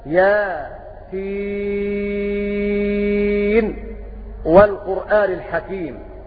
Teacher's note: كلمة ياسين قرأ أبو جعفر بالسكت على يا وسين فيقرأ هكذا ياسين والقرآن الحكيم، وذلك كقراءته في أوائل الصور، فأبو جعفر يقف على حرف الهجاء من أوائل الصور التي جمعت في قولهم صله سحيرا من قطعك هكذا.